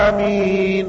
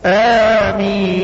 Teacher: إنما الألف ده بيقصر فقط إلى حركتين مع تخفيف الميم · Shown in: second take